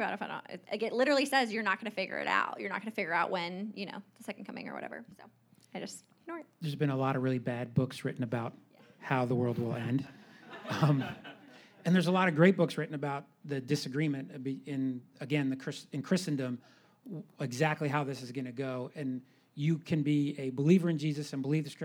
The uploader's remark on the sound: Live Q & A Sunday: 2nd Service